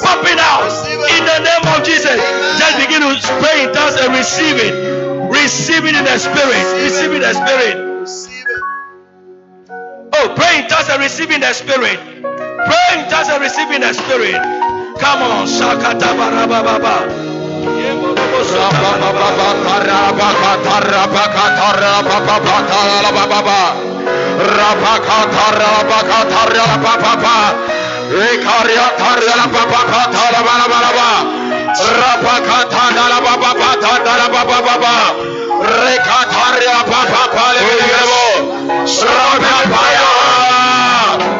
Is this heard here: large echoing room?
yes